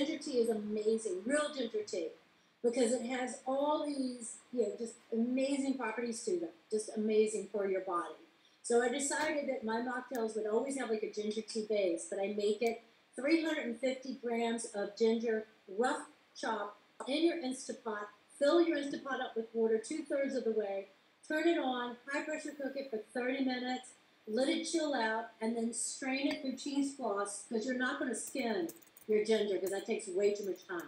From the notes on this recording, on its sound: Apologies for my noob podcaster A/V problems.